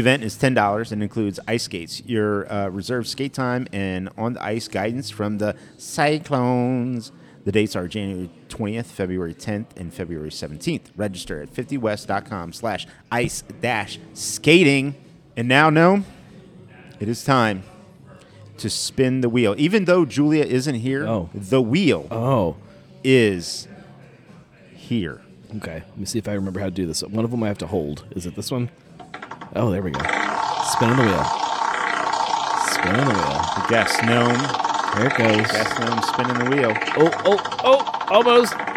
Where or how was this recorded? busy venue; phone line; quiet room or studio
busy venue